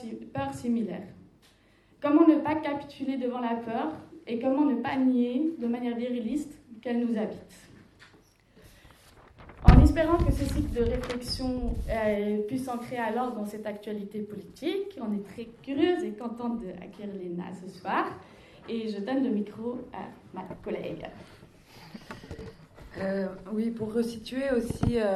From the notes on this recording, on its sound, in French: Enregistrement d'une session lors des rencontres d'écologie anticapitaliste "La mer monte", du 6 au 9 avril 2023 à Marseille.